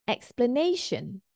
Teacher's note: The stress falls on the third syllable here. · Term: primary stress